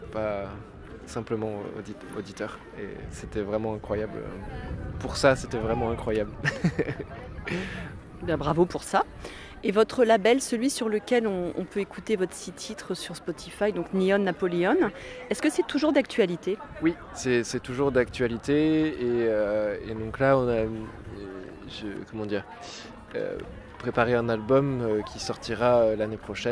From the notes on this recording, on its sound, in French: juste avant son passage sur scène au jeudi du Port de Brest du 10 août 2023